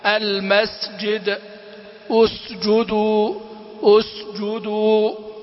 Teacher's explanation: المسجد المس، انتبه لئلا تنقلب إلى زاي أو تشم بالزاي. المسجد احرص على همسها لئلا تخرج زايا، فالزاي مجهورة والسين مهموسة